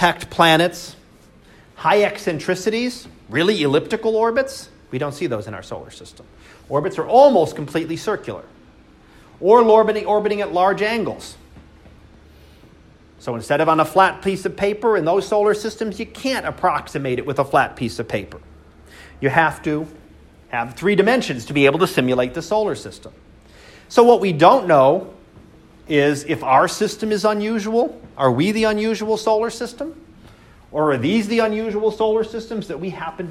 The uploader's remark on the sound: Live Class Lecture